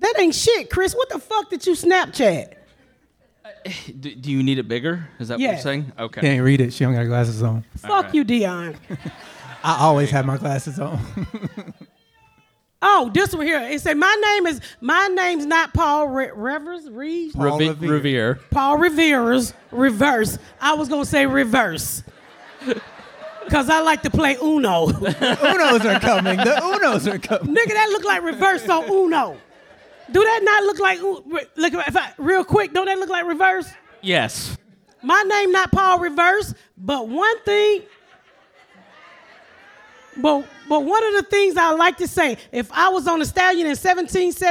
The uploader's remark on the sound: We are live in Nashville at Zanie's for the Nashville Comedy Festival. A local gospel singer blesses us with a song, and a fan reads a beautiful poem.